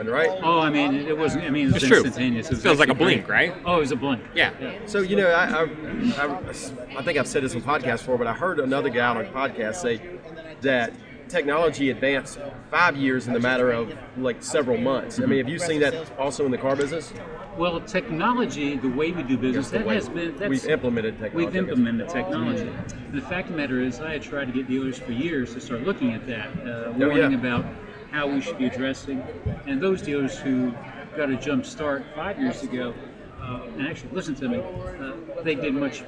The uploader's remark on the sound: Live from NIADA 2021